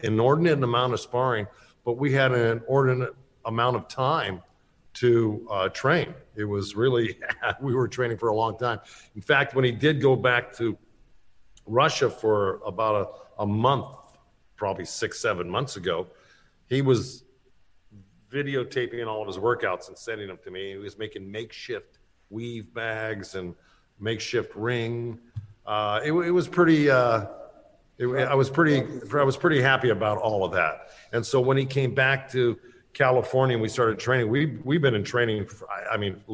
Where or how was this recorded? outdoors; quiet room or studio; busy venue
busy venue